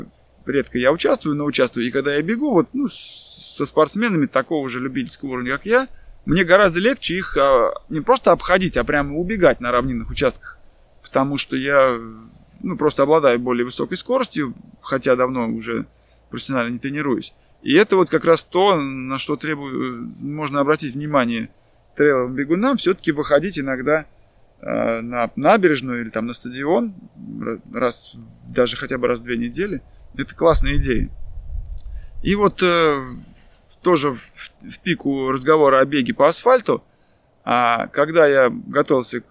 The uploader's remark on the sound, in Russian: записывали мы его прямо в лесу под звуки природы